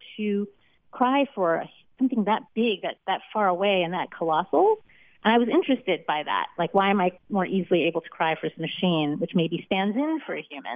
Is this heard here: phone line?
yes